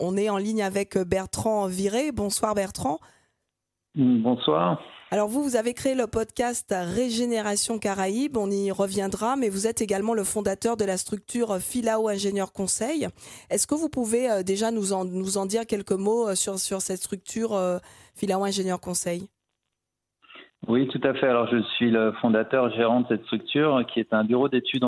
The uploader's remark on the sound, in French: et par téléphone